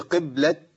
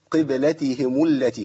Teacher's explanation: محتاج إن أنا أبين قلقلة الباء، ما سكنش الباء · Shown in: second take